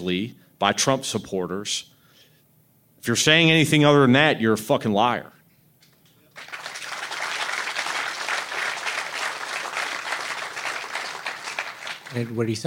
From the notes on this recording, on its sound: At our first live show